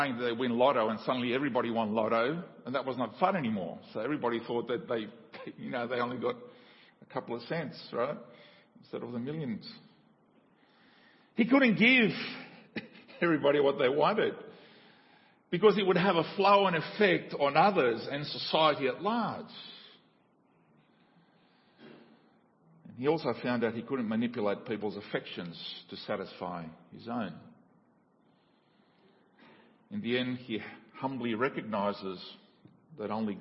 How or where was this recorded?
large echoing room